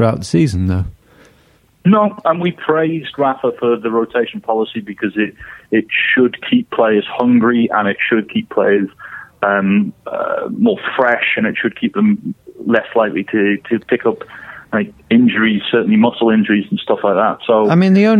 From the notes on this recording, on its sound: on the phone